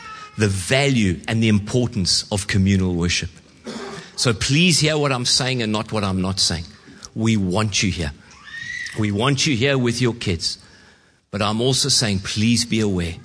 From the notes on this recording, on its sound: Preached at Horsham Downs on 11/06/2023